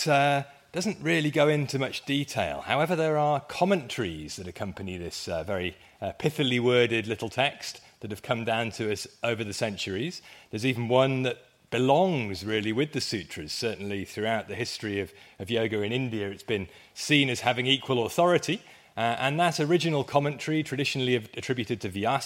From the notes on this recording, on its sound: It was part of a conference at the University of Wales, hosted jointly with the College of Medicine. I went first and set the scene with a very brief history of medical yoga, which got quite lively in both the delivery and the Q&A afterwards (included in this episode).